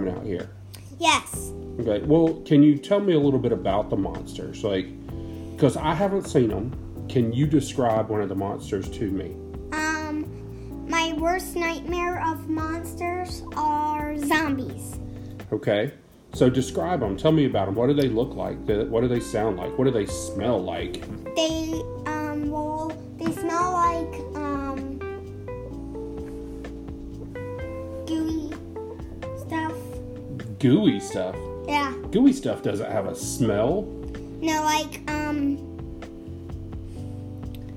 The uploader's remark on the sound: Recorded on my work iPad at the dining room table.